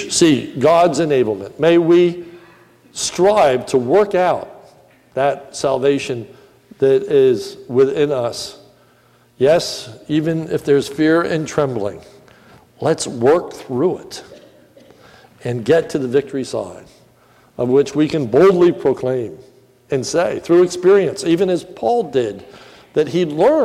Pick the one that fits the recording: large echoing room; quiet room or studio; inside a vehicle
large echoing room